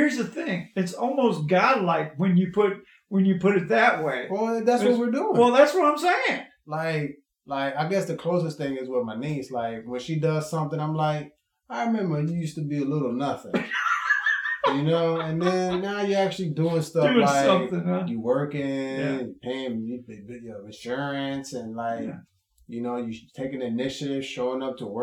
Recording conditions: poor sound quality